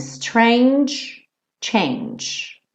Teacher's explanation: Strange e change. Termina com esse som. Tch, tch, porque a gente não continua pro E.